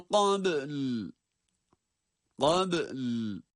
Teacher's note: Önce ba harfinin kalkalesi, sonra da lam hemen devamında okunmalıdır.